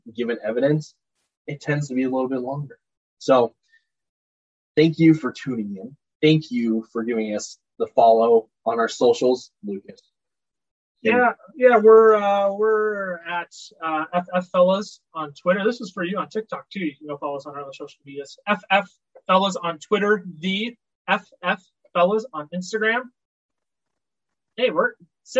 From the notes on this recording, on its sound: We recognize the audio quality of this video is substantially lower than normal.